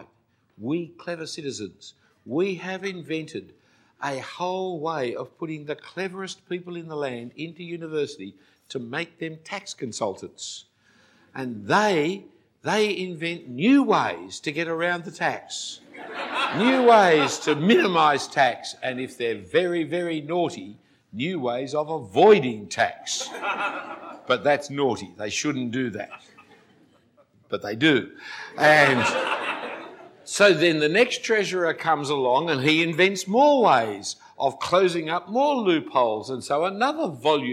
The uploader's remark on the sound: given at a weekend conference for the United Christian Church of Dubai in 2014.